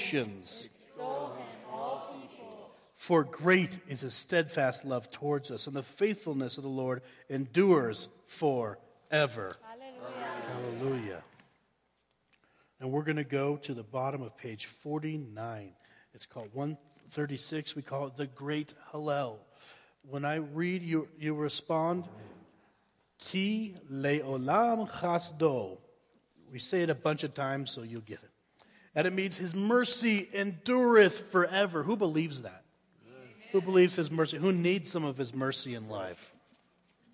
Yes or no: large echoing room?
yes